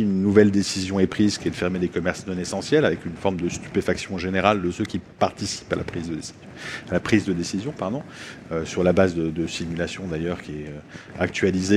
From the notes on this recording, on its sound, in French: Table ronde enregistrée lors de la 5e édition de la Nuit de l'ENS